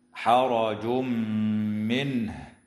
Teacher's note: ويدغم في الميم مع الغنة في قوله تعالى: حرج منه